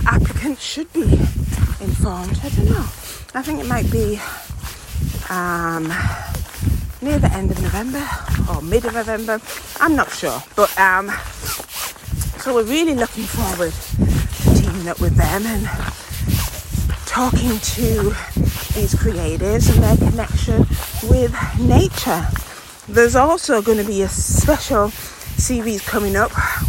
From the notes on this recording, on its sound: Is recoding this episode out on location while walking The West Highland Way. A 96 mile hike from the lowlands to the highlands of Scotland. Talking through the wind and rain.